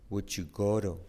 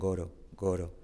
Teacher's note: Go to se convierte en Goro.